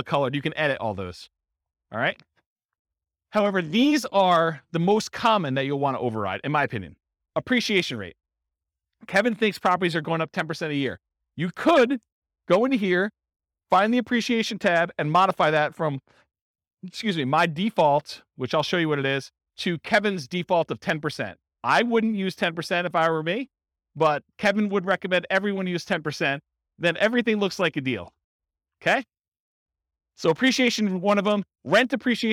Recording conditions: live audience